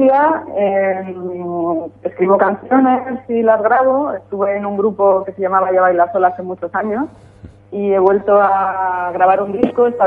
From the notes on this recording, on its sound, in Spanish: Hemos hablado por teléfono